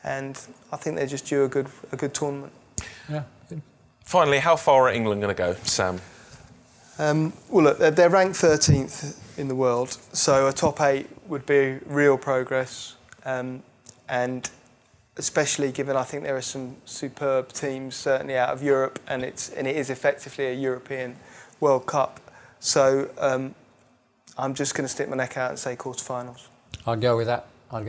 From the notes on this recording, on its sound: We're in front of a live audience. On an actual stage.